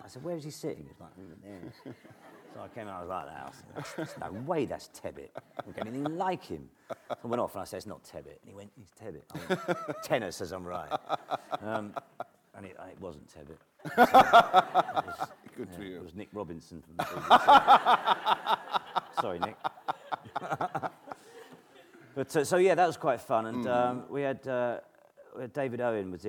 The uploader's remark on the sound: This is a recording of a live event from October 2012.